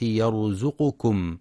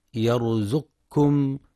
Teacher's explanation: ينتبه القارئ لتحقيق ضم القاف في كلمة يرزقكم، فلا يقرأ يرزقكم بسكون القاف · Shown in: first take